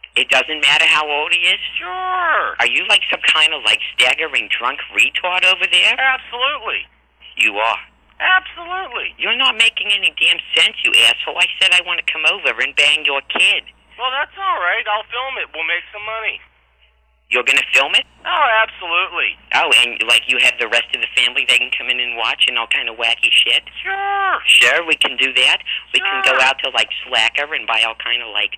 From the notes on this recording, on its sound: RBCP's Personal Prank Phone Calls Collection